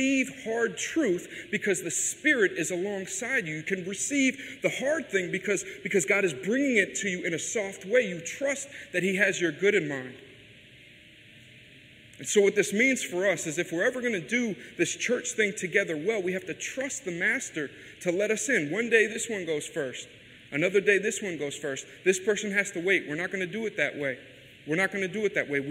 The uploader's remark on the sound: This message was delivered at New City Fellowship West End in St. Louis, MO.